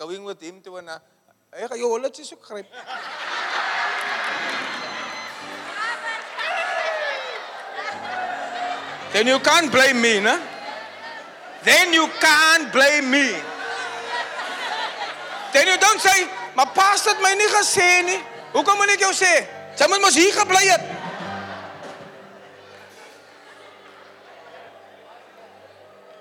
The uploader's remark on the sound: Preached at the Church Growth Conference in Cape Town, South Africa on the 9th July 2023 (Final Session).